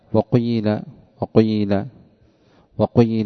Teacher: قال في الحاشية قوله بين الضم والكسر أي بأن يؤتى بجزء من الضمة قليل سابق وجزء من الكسرة كثير لاحق، ومن ثم تمحضت الياء، يعني كتب بالياء وصار أكثر نطقه بالياء. · Term: الإشمام